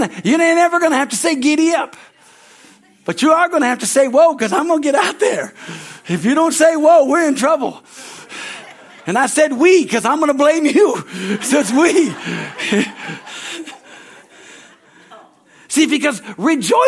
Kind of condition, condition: setting, large echoing room